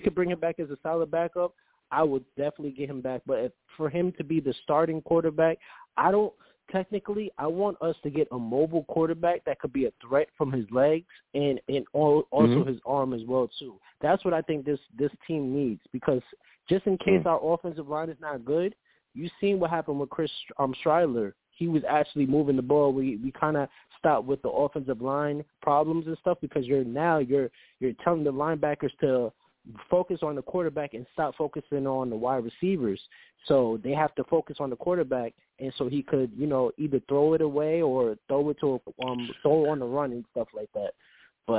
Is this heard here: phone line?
yes